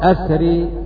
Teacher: لأنه يميل الألف التي بعد الراء